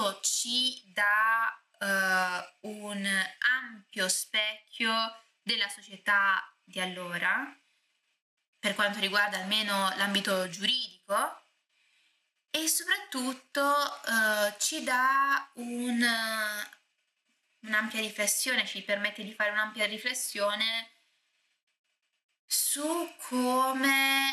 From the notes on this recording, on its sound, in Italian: l'audio problematico mi scuso anticipatamente